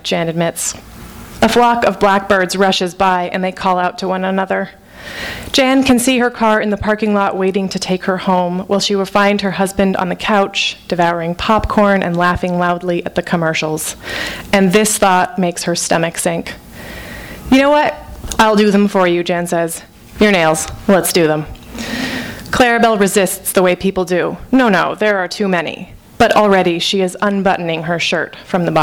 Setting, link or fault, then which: setting, live audience